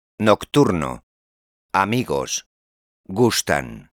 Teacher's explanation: C'est un mot fini par une voyelle. N ou S, on insiste sur l'avant-dernière syllabe à l'oral